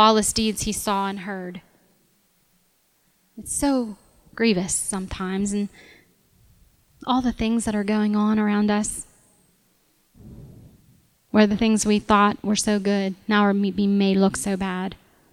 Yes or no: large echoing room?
yes